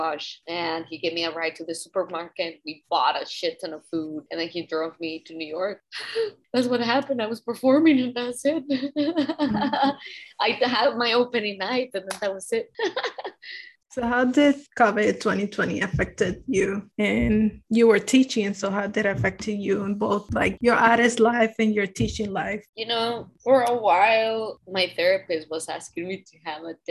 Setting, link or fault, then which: link, video call